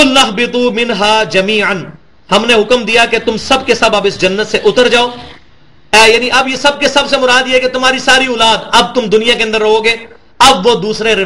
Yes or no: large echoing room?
yes